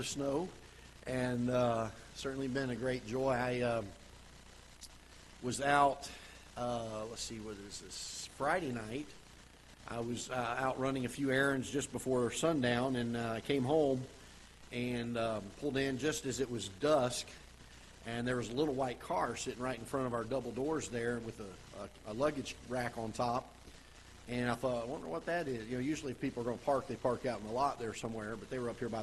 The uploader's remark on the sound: Ketha Heights Baptist Church ~ Live Broadcast